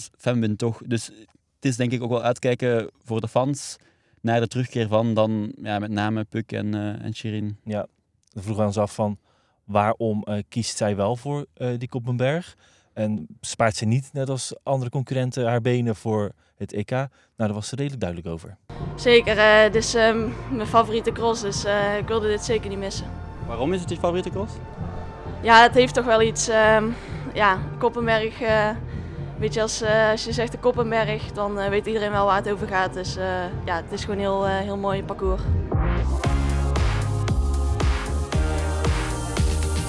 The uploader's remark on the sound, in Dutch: Live vanaf de Koppenbergcross. De WielerFlits Podcast komt deze week vanaf de Koppenberg.